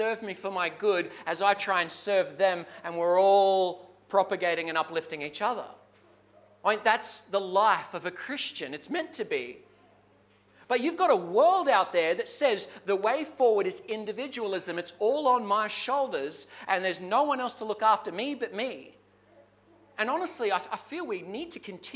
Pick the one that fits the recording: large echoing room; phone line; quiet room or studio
large echoing room